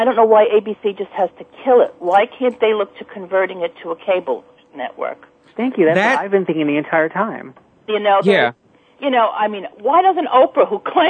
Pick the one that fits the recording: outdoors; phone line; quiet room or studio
phone line